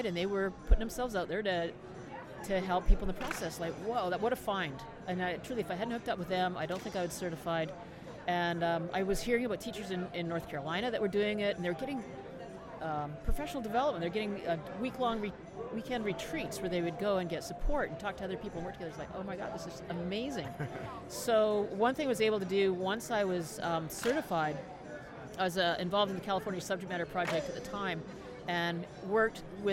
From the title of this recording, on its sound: Live from SHAPE Nashville Day 2!